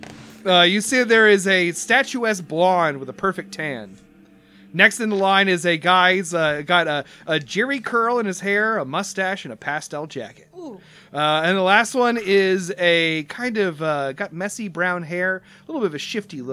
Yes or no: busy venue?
no